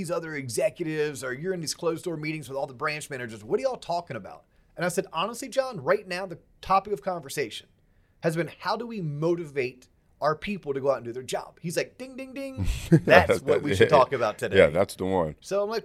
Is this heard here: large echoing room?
no